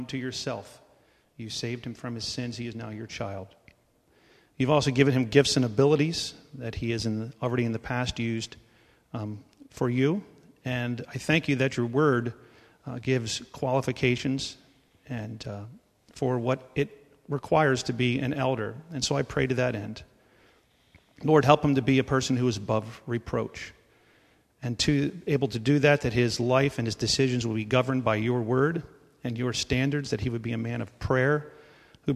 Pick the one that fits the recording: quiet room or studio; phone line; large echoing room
large echoing room